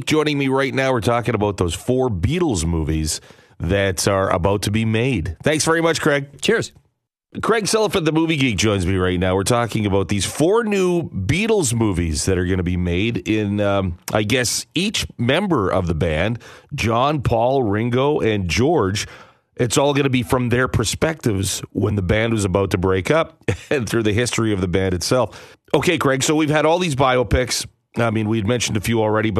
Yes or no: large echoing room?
no